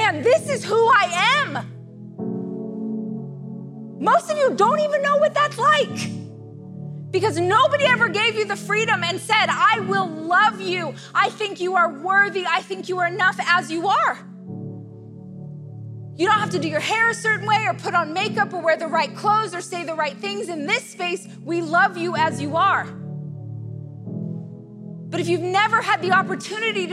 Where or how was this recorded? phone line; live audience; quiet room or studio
live audience